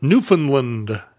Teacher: Newfoundland with no D and a short A